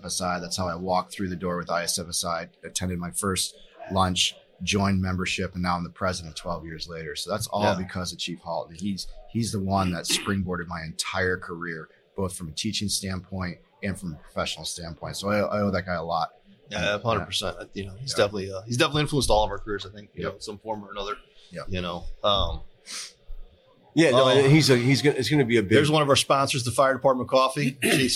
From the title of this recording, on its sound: Live at FDIC